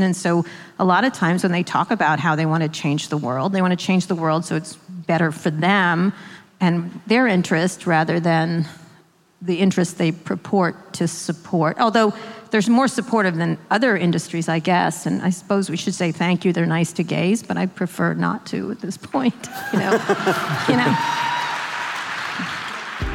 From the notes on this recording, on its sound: a live taping of their podcast, Pod Save America, in Oakland, California